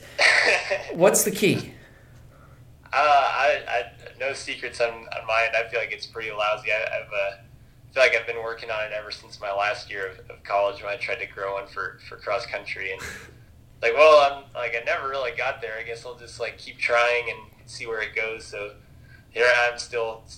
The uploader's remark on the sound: Joined us for a phone conversation this week.